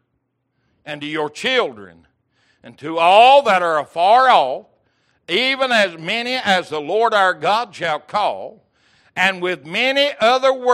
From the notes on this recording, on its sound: Recorded January 11, 2023 - Wednesday Evening Service